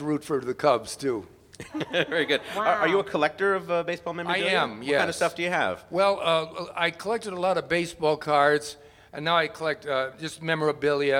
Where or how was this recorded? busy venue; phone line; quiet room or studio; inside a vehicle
busy venue